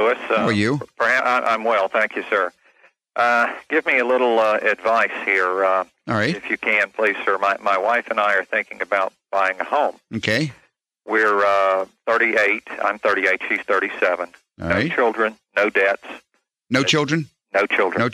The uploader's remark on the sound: Financial planning call-in show answering your personal financial planning questions.